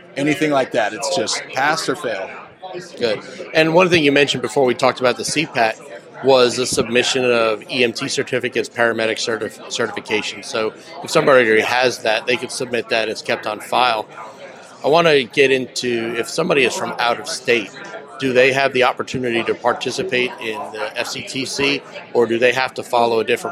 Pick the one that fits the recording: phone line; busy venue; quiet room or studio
busy venue